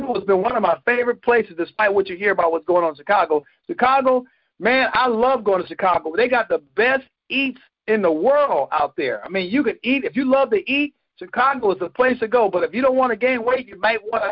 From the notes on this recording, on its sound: Gold Club Q&A Call.